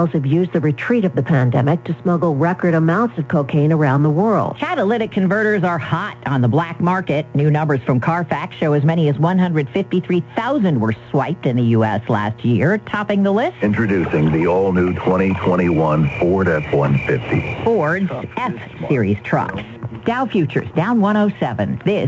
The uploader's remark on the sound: During open phones.